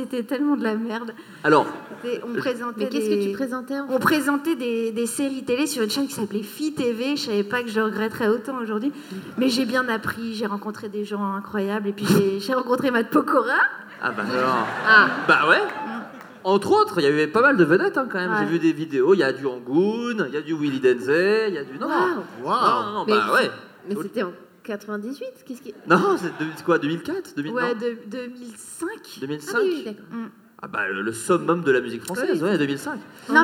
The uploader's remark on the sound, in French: De Retour En Public